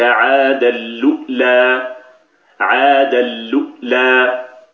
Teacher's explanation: حذفت الهمزة، همزة الأولى، ونقلت حركتها إلى اللام قبلها فصارت الأولى، ثم زيدت همزة ساكنة بعد اللام المضمومة مكان الواو فصارت ألؤلا، مع إدغام تنوين عادا في اللام الأولى فصارت عاد اللؤلا، عاد اللؤلا. · Term: النقل